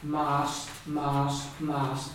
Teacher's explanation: This is long, of course, with mass, but also this is a broad M and this is a slender M because you can see the end there, the E there. A broad M, your lips are rounded.